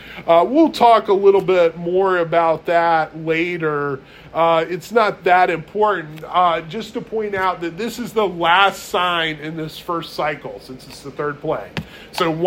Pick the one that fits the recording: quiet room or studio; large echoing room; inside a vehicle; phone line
large echoing room